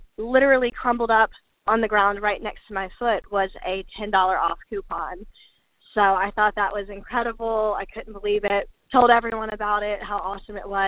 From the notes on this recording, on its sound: called into the podcast hotline